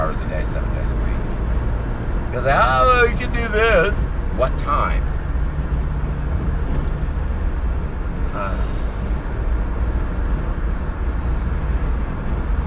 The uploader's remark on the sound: Chat in Car